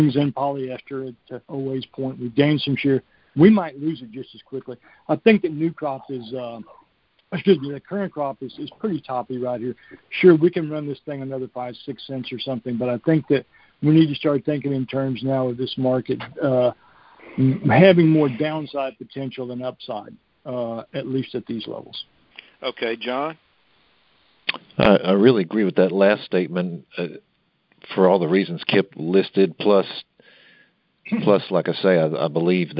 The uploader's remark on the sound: Monthly Conference Call